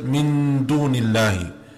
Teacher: So for example, when Allah Azza wa Jal says, Min dunillahi, so you have the Nun Sakina and the Dal after it, you hide the sound, you make the Ghunna sound without merging, but it's a stronger type of Ghunna.